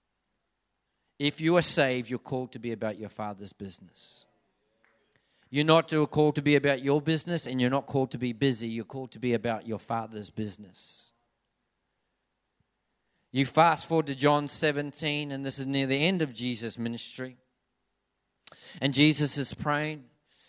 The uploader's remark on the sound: This message was recorded on Saturday, 27/7/2019 at River Edge Church.